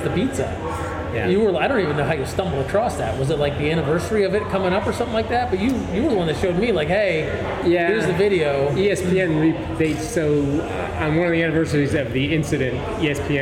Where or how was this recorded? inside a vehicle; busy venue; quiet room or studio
busy venue